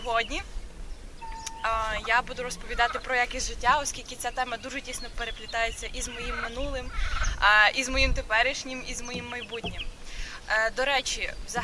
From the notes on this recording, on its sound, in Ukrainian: Тільки уявіть собі, червень, 5 ранку і група людей неподалік Дальнього пляжу у Тернополі записує подкаст на тему “Якість життя”. Одразу вибачаємось за те, що в нашому випуску трохи не якісний звук.